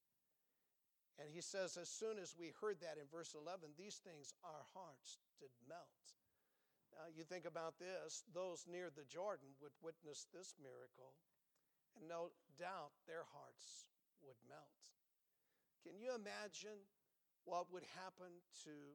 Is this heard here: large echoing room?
yes